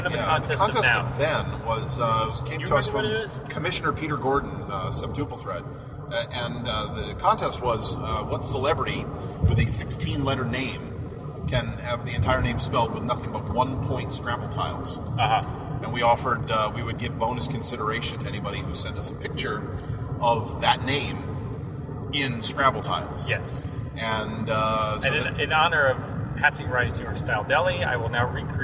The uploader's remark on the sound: We might sound a little like our heads are in a toilet, but we promise, it’s just a Honda Fit.